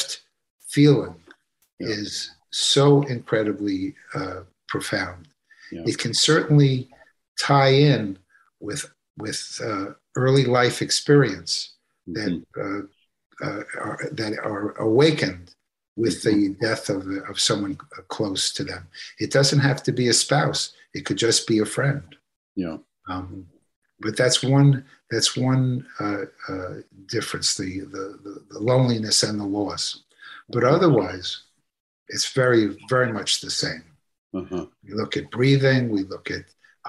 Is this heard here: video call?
yes